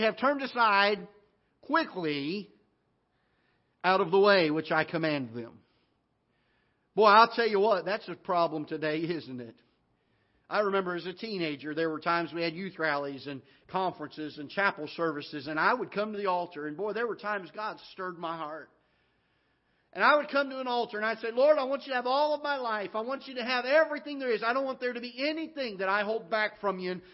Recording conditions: large echoing room